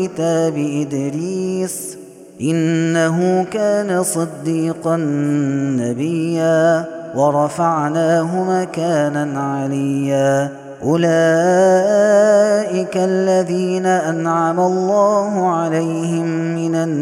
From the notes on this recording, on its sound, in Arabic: هذا التسجيل من صلاة التراويح. Ramadan 2021.